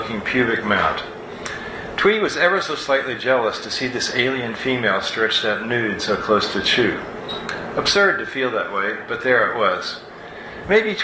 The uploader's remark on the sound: At Writers With Drinks, SF. On her live show, Writers With Drinks, at the Make-Out Room bar in San Francisco.